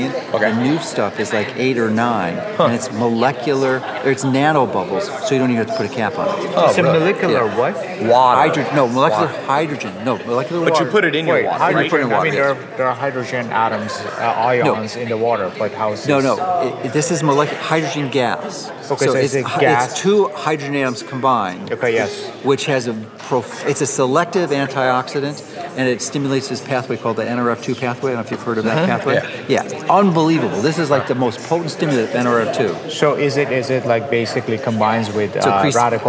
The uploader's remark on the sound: This is a recording from some of my time at the Bulletproof conference.